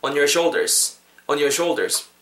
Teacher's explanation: 팁 드린 거 적용하셔서 뒷부분에 내 어깨 위에 하실 때 on your shoulders, on your shoulders 전지사에 강세 넣지 마시고요. your shoulders에 강세 빡세게 넣으시면은 on에는 자연스럽게 강세가 죽겠죠. 그리고 on이라고 발음하시기보다는 on, on 약간 모음을 어에 가깝게 해주시면은 훨씬 더 자연스러울 것 같습니다.